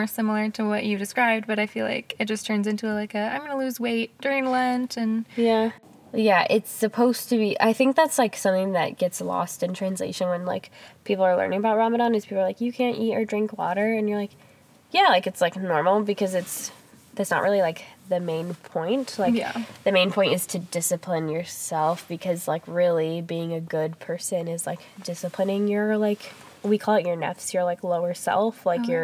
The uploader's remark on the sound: Hop in the car with them as they chat in the parking lot of Custard Time, the ice cream store they grew up working.